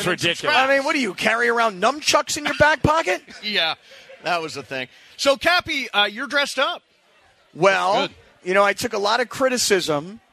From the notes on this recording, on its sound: LIVE from Hollywood Park Casino - and the Lombardi Trophy is in the house. The guys set the scene here at the event with the Lombardi Trophy. All of the listeners here to take pictures with the trophy.